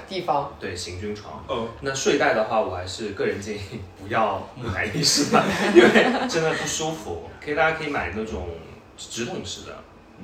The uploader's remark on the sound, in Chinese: 目前录音条件比较寒酸，多人录制真的非常混乱，敬请谅解。